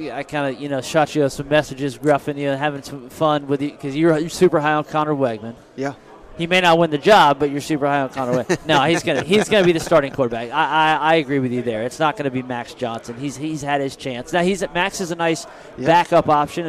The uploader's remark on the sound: We hit on a ton of SEC topics during a live interview at 2023 SEC Media Days.